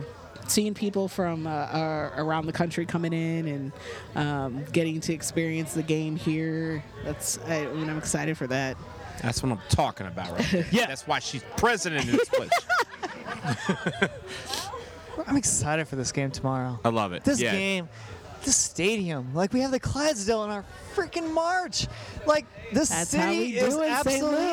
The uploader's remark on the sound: In St. Louis. We recording at the Night Before event with the St. Louis chapter at the Amsterdam Tavern.